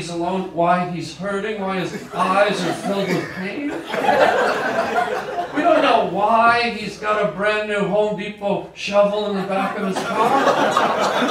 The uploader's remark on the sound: goes live on stage